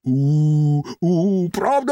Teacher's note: обидві ваші губи витягаються вперед, так, ніби ви робите гримасу